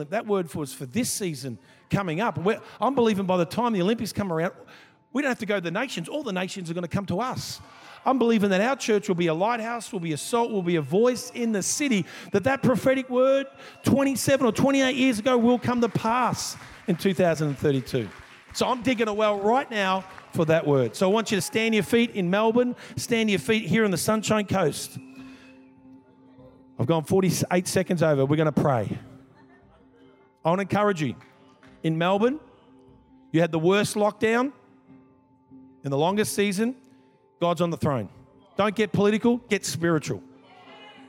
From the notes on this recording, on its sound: This was recorded in our 9am service on the 29th of January, 2023